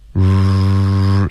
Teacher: 音我们要发 sear OK 所以它是一个音节从一滑到二然后二的音呢最好卷舌 OK sear 你发这个二的音呢它是持续这个二的音然后不要停，你这个二的音持续的时候呢，嘴唇撅起来，sear，然后我们就进入到一个 r 的音，这就是下一个音节的 r 的这个开头，是一个卷舌和嘟嘴的一个音，r，它听起来很模糊不清楚